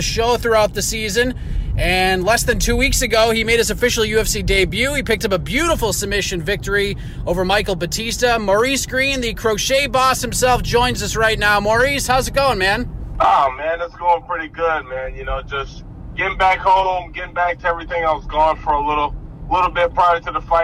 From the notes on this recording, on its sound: Oh yeah, this was recorded on the drive to school for pickup.